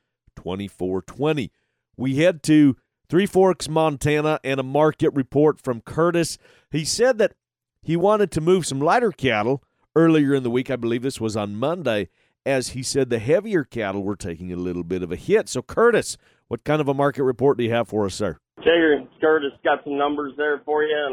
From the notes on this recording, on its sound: We even have listeners call in and give their reports.